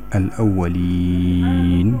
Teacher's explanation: إذا وقفنا على هذه الكلمة بإمكاننا أن نمدها مدا طويلا فنعبر عنه المد العارض للسكون، الأولين هكذا.